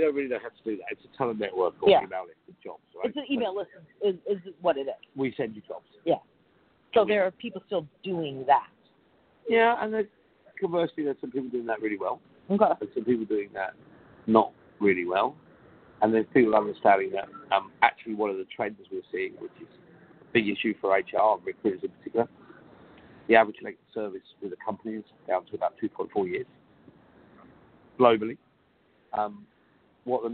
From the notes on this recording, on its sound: live from Smart Recruiters' Hiring Success Conference